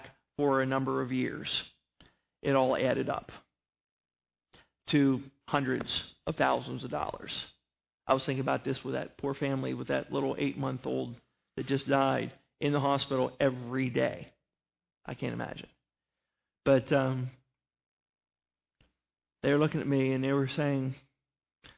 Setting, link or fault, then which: setting, large echoing room